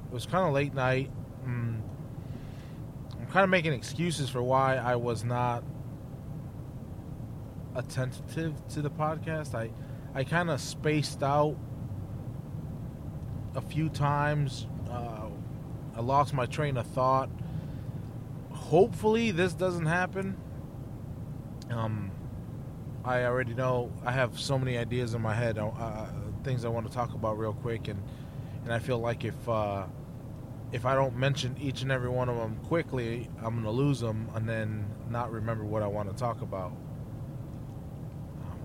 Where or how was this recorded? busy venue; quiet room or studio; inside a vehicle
inside a vehicle